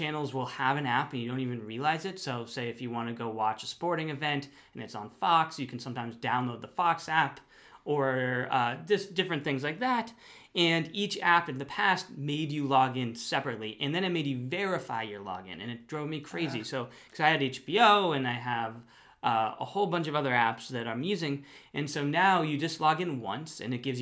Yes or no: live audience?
no